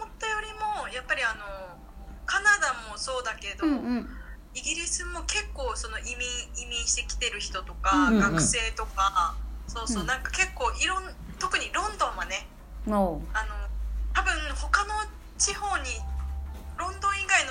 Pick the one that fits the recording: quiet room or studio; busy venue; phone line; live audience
phone line